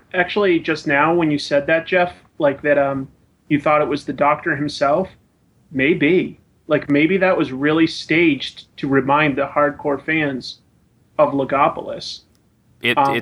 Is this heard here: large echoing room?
no